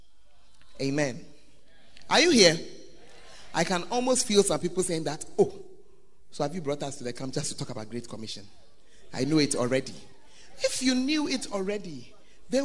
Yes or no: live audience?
yes